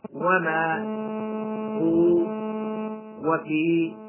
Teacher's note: فكل مد منفصل أصله طبيعي وقفا، مثل وما هو وفي، فمده بمقدار حركتين فقط